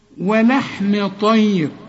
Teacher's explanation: شوف الميم مرققة، طاء الطاء مفخمة